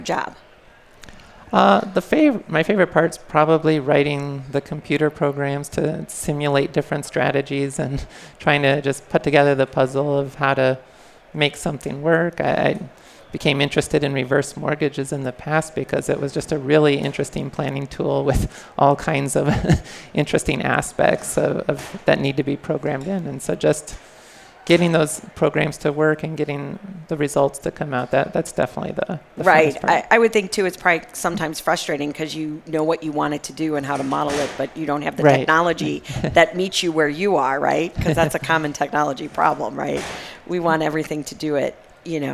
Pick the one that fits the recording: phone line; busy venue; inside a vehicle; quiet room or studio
busy venue